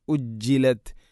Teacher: أجلت ജീമിന് ഷദ് ഉണ്ട്, അതിനെ പ്രത്യേകം എടുത്തു കാണിക്കണം.